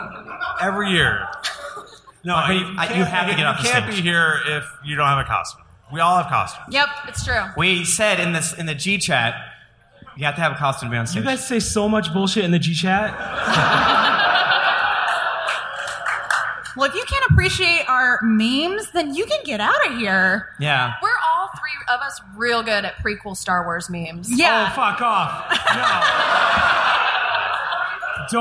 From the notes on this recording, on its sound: GeeklyCon 2017 Liveshow. This episode was recorded live in front of an audience at GeeklyCon 2017!